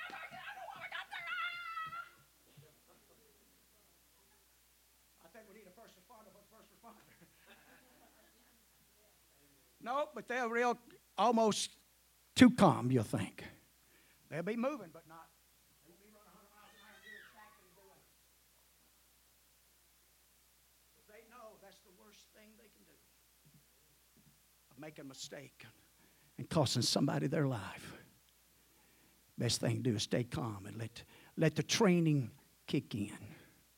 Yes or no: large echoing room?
yes